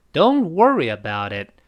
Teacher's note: 那个 don't 和 worry 读的比较高，特别是那个 wor wor 读的高，re 已经降下来了